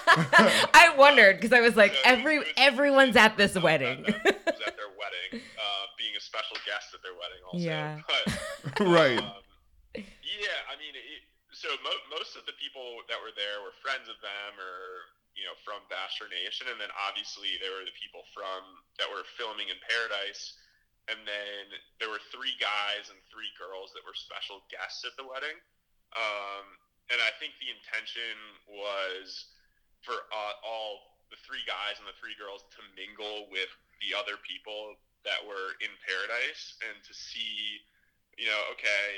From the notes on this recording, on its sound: we do a 45 minute phone interview